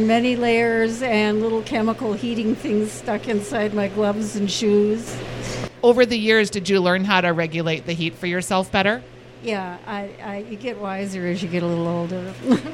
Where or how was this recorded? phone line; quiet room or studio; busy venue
busy venue